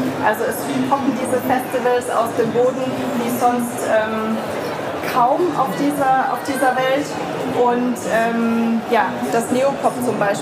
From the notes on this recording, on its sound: Had the pleasure to speak at the Berlin Travel Festival. This podcast episode is a recording of her talk.